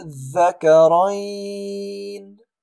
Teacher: مقدار المد ستة حركات أي الإشباع · Term: مد الفرق